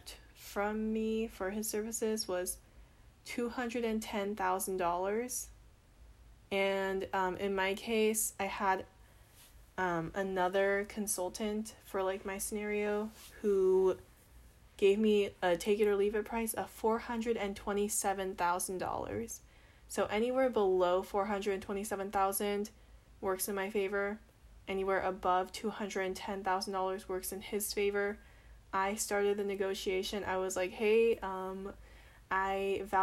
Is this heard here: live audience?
no